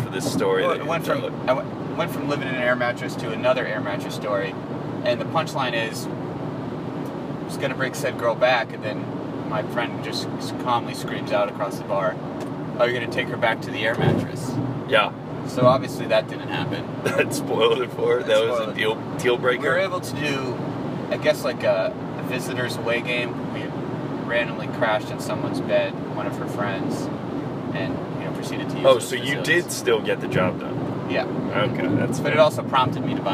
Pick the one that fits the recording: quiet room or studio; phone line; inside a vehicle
inside a vehicle